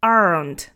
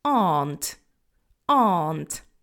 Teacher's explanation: There is a long R in there, aren't. Remember that in general British English, we're not going to say a R sound in there · Shown in: second take · so it's not going to be aren't, that's going to be more American.